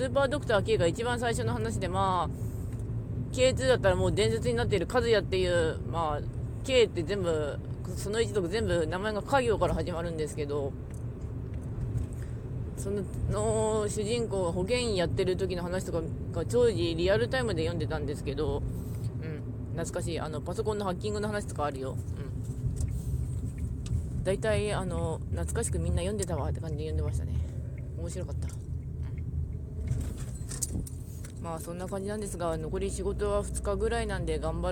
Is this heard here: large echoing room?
no